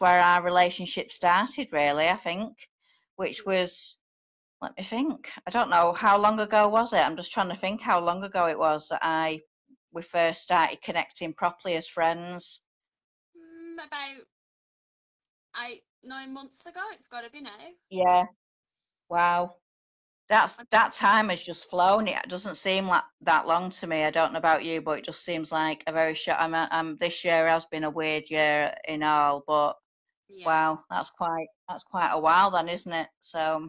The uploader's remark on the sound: This episode is part of Connection Fest. Apologies for the sound quality, tech was not on our side today!